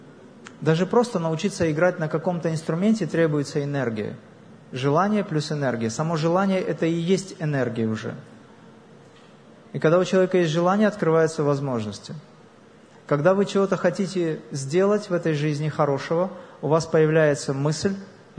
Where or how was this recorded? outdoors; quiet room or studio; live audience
live audience